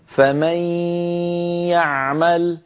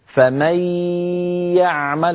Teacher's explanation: هكذا فمن يعمل، فمن هذه الياء الأولى، يعمل هذه الياء الثانية، الغنة مصاحبة للياء الأولى ولا يطغى صوت أحدهما على الآخر · Shown in: first take